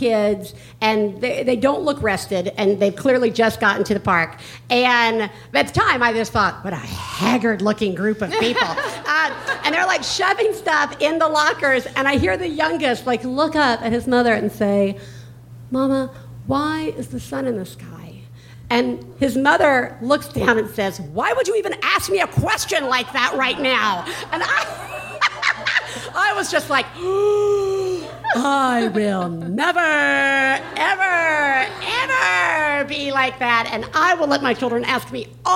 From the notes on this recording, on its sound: One Bad Mother is live from the Bootleg Theater in Los Angeles this week